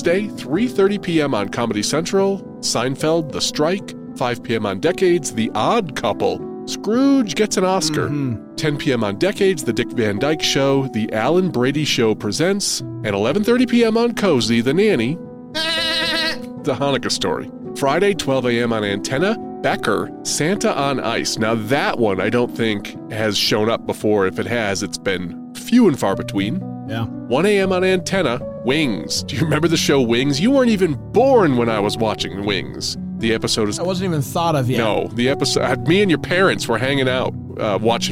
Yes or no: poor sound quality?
no